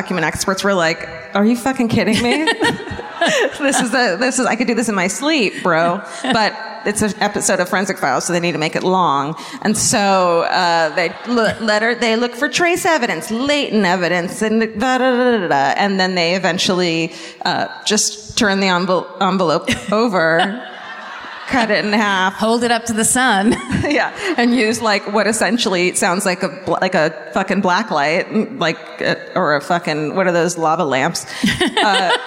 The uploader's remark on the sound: Live at the Civic Theatre in San Diego, CA